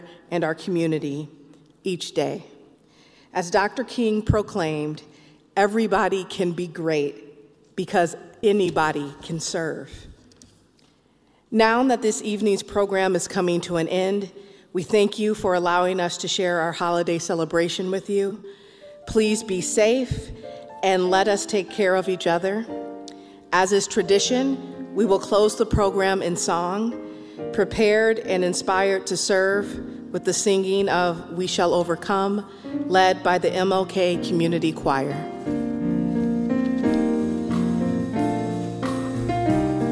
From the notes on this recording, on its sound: Live from the Overture Center for the Arts in the Capitol Theater and presented by the Madison/Dane County King Coalition. WORT carried the observance live on the air.